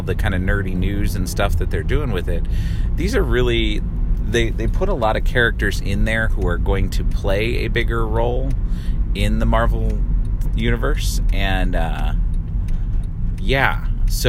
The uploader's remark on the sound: recorded in short form as I drive from one place to another